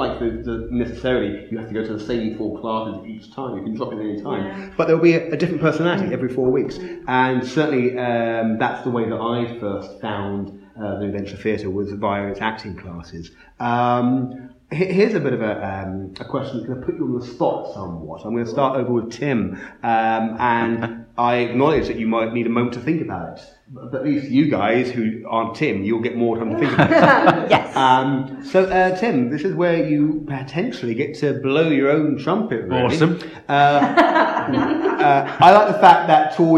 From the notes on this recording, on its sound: NVT 70th Anniversary LIVE! Recorded at the NVT studio theatre.